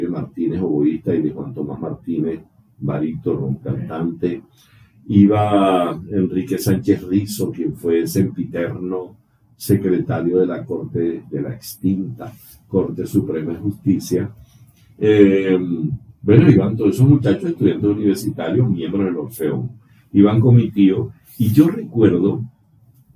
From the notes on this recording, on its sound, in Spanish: Pedimos disculpas por la falla técnica de audio. Por momentos olvidaras que hay un inconveniente con el sonido.